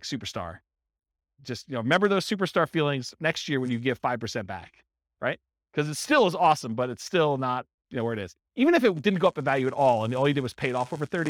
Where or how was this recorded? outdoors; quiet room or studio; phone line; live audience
live audience